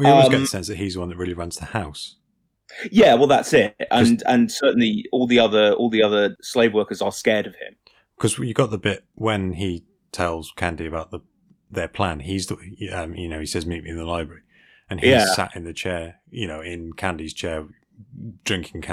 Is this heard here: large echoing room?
no